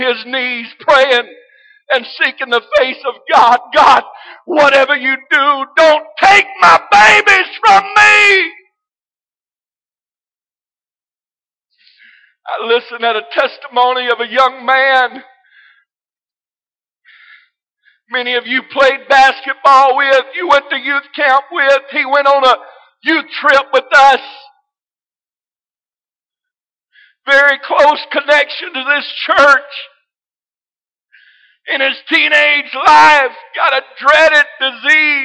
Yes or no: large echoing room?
yes